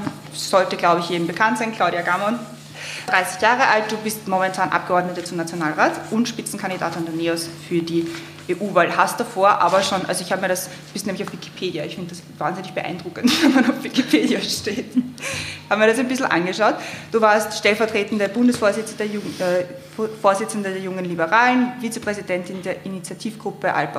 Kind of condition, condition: setting, live audience